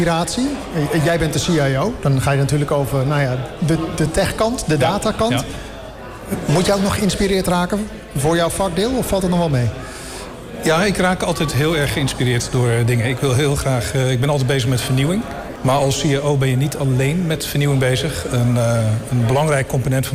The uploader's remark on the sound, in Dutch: Een van de events op de Floriade Expo-terrein vond plaats op 22 september: het Floriade Hub Café. Een live-radioprogramma vanuit de Green Innovation Hub in The Natural Pavilion met muziek en aansprekende gasten uit de wereld van tech en innovatie.